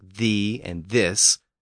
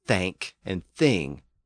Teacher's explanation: There's the voiced sound, found in words like thee and this, and the voiceless version, found in words like thank and thing.